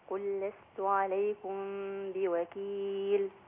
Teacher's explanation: القاف مفخمة لكن اللام رقيق